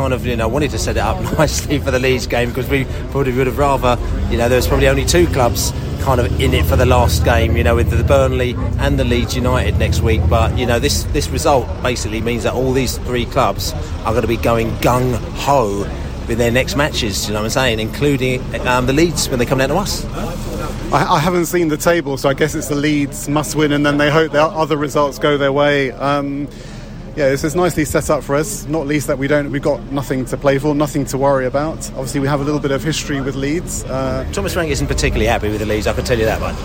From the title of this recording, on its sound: post-match podcast from the stands